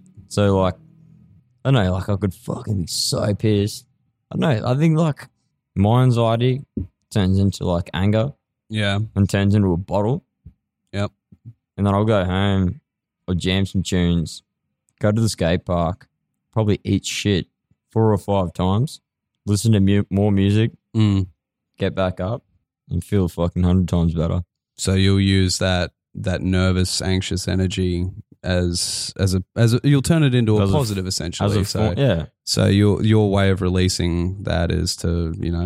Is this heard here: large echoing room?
no